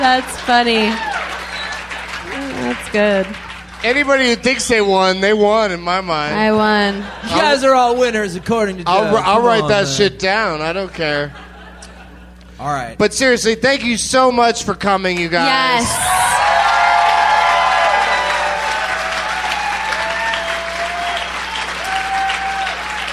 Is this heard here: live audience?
yes